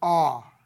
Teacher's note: this vowel should be written as an open O and pronounced aw, the way I pronounce saw or bought